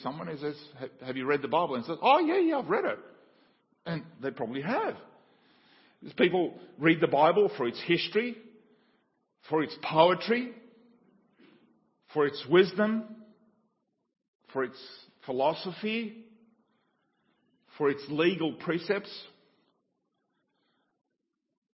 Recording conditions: large echoing room